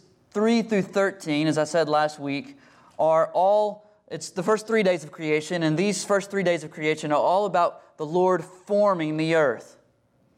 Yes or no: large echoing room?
yes